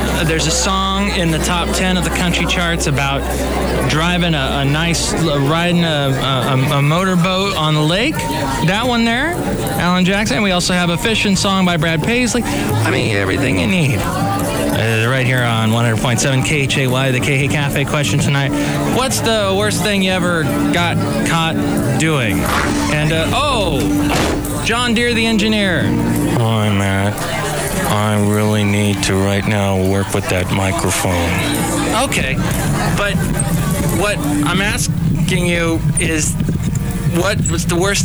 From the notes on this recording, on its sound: podcasts live from Café Anyway